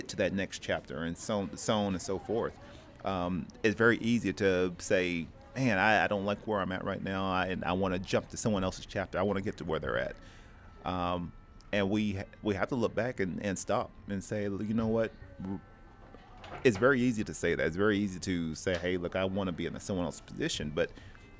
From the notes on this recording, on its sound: In this episode, we recorded live from Panels Comics and Coffee in Oceanside, Ca.